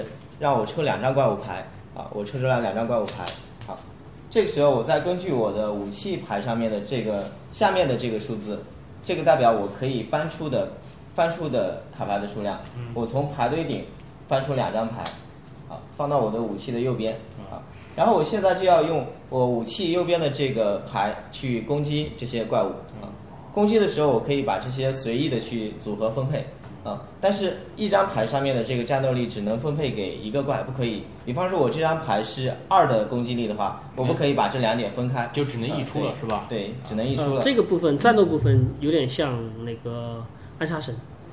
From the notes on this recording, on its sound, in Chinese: 在Joypie的实体店体验了一把《命运之手：严酷的试炼》，并把当时游戏的现场以音频形式带给大家！